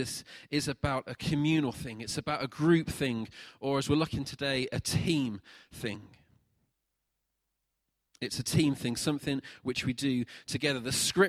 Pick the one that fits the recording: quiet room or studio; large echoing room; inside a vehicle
large echoing room